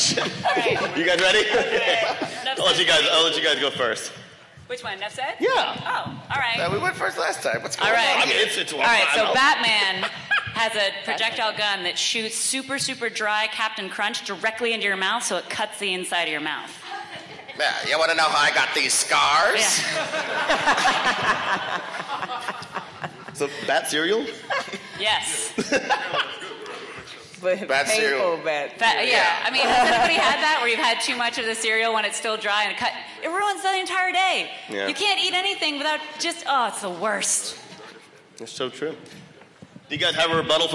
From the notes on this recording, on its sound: We have the audio from the Unnecessary Debates at LACC! Los Angeles 2019.